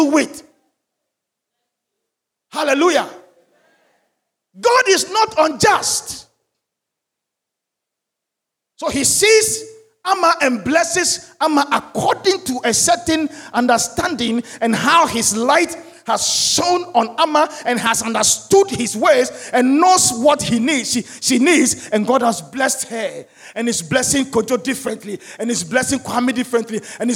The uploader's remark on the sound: Sermon preached at CBC Shiashie Campus